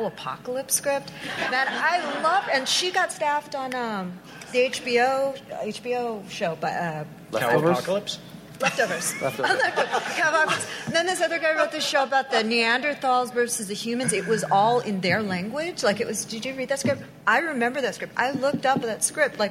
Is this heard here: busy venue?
yes